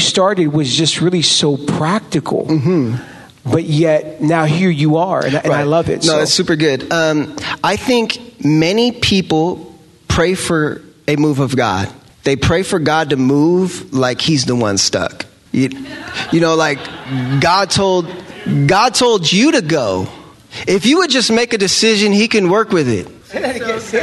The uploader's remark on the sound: Live recordings at this year's RISE conference at the Mission Church in Vacaville, Ca. Live at RISE 2019.